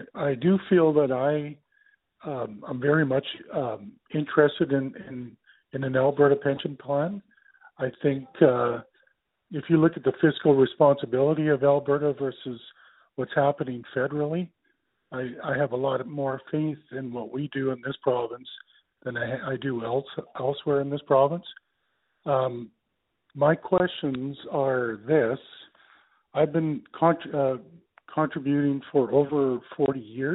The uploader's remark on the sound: Central Alberta Telephone Town Hall.